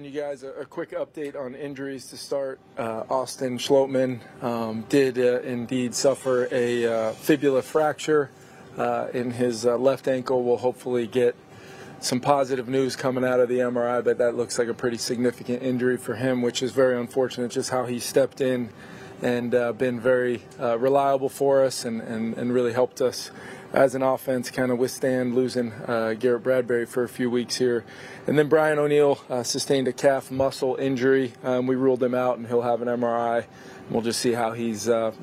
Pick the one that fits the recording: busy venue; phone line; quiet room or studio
busy venue